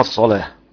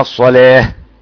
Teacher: الصلاه غلظ اللام ورش من الشاطبية والأزرق من طريق الطيبة. الصلاة لام بعد صاد، لام مفتوحة بعد صاد. · Shown in: first take · والباقي الصلاة.